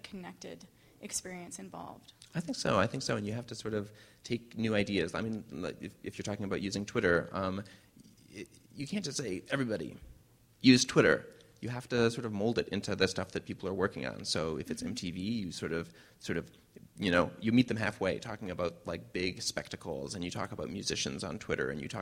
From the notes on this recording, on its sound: Long Conversation was presented with a live performance